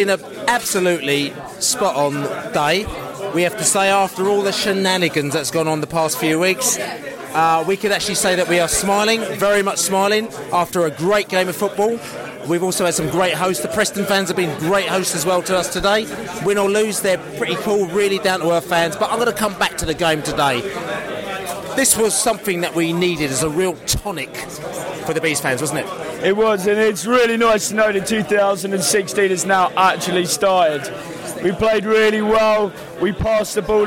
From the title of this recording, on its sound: post -match podcast from the pub